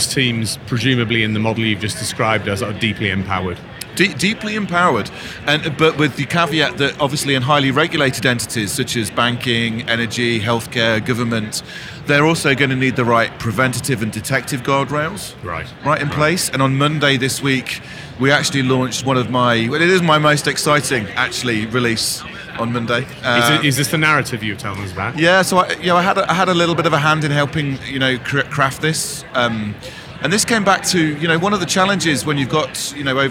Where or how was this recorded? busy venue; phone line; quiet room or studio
busy venue